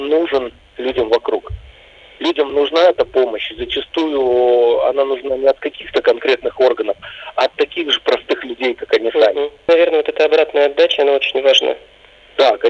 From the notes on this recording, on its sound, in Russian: по телефону